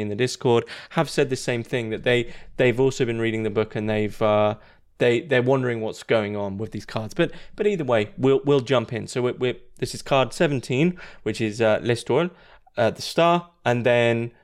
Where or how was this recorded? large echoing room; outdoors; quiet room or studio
quiet room or studio